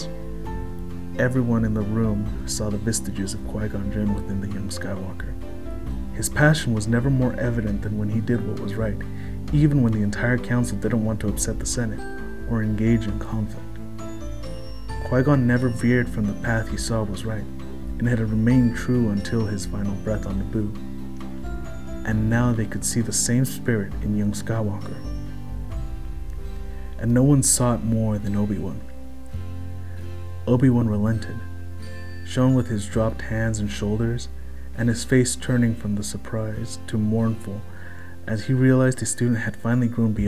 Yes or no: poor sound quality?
no